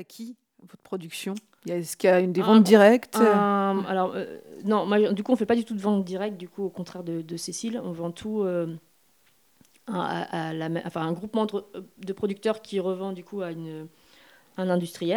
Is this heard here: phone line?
no